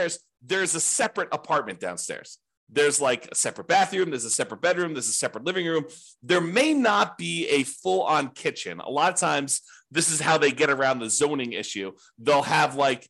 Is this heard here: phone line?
no